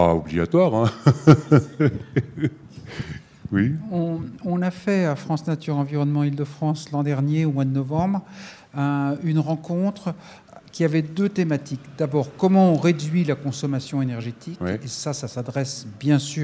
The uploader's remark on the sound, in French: questions et discussions avec le public présent